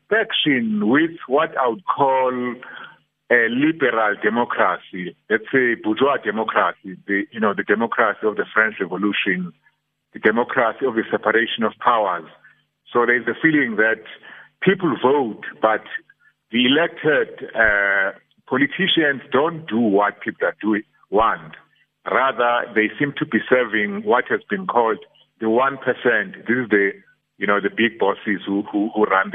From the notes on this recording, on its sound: Guest (phone)